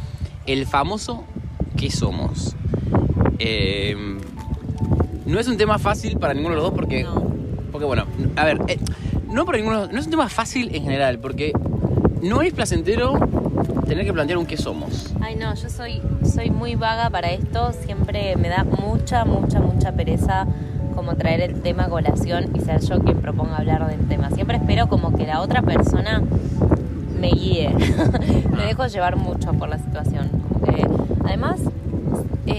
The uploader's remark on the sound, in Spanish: Descubranlo entre el ruido del viento y el pianito que no sabemos por qué suena de fondo.